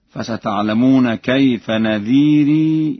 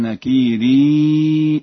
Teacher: وفي قوله تعالى: فستعلمون كيف نذير، وقوله: فكيف كان نكير، لورش في لفظ نذير ونكير إثبات الياء، وذلك في حالة الوصل فقط، فيقرأ هكذا: فستعلمون كيف نذيري، ولقد كذب الذين من قبلهم فكيف كان نكيري أولم يروا.